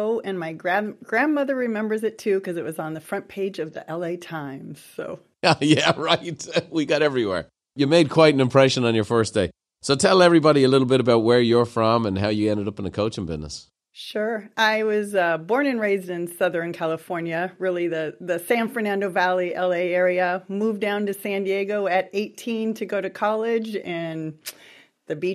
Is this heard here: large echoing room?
no